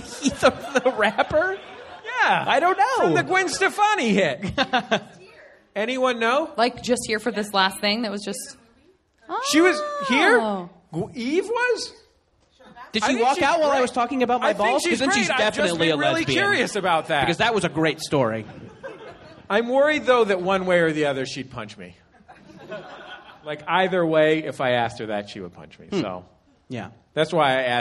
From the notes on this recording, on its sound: Live at the Downtown Independent. Live show with My Brother, My Brother and Me at the Downtown Independent in Los Angeles.